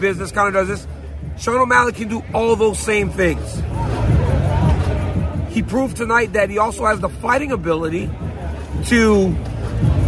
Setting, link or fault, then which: setting, busy venue